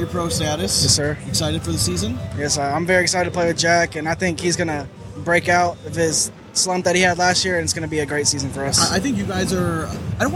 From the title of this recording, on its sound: Live from Sig 2!!